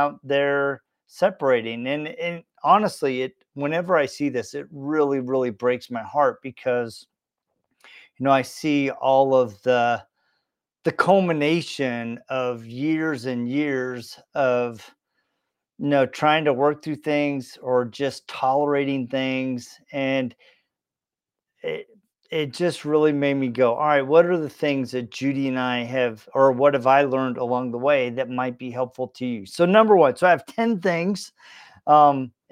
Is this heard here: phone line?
no